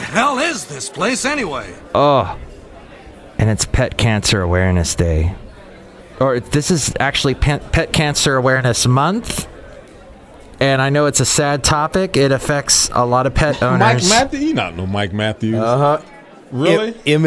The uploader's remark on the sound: podcasts live from Café Anyway